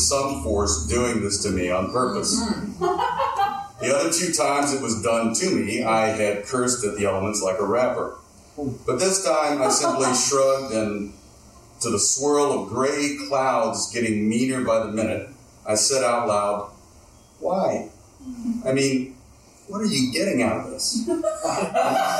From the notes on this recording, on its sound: Recorded live at Fitzgerald’s in Berwyn, IL.